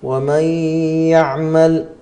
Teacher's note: الغنة في الإضغام بغنة مقدارها حركتان